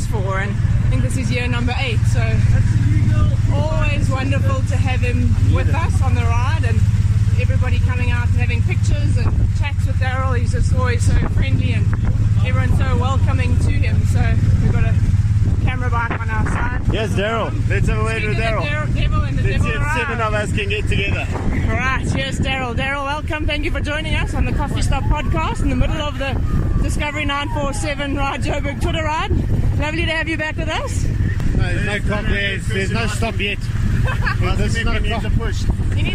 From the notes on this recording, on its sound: brought a recorder to this year's Discovery 947 Ride Joburg Twitter Ride and chatted to a few people while pushing a good pace